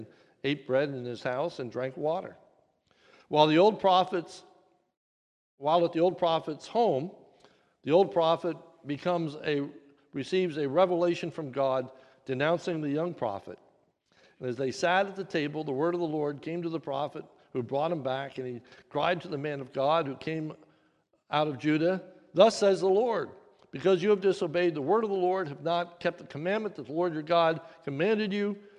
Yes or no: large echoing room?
yes